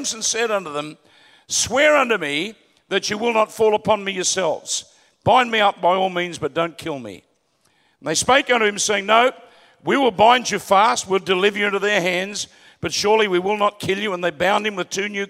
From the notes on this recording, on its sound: Recorded at Planetshakers Church (Melbourne)